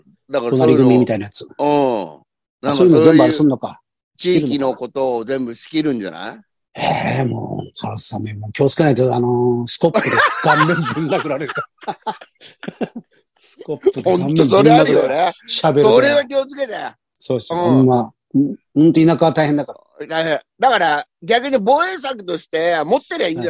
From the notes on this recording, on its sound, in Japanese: ZOOMで収録〜。